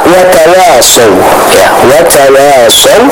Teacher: huruf waw di sana tetap harus kita baca dengan tipis